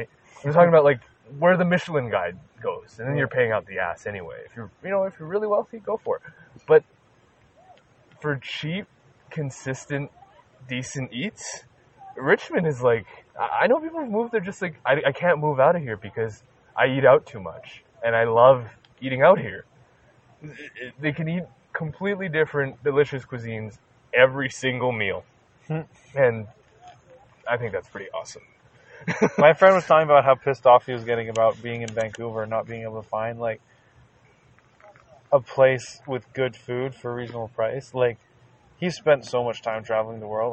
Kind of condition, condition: setting, outdoors